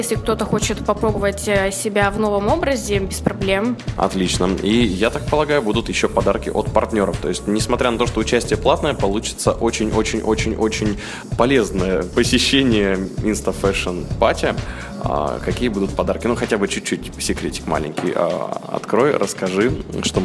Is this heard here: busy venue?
yes